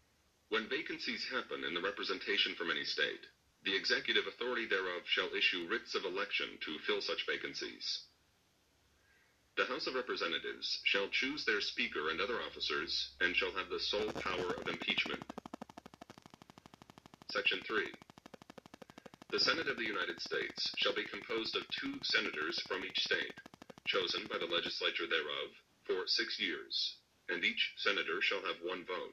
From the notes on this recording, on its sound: I am sorry for the sound quality, first episode I guess.